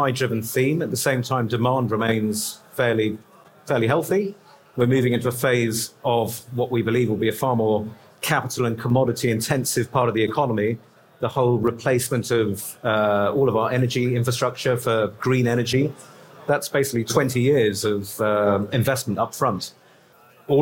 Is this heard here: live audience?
yes